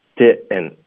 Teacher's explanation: 第二个音节的这个 den,我们用一个喉音停顿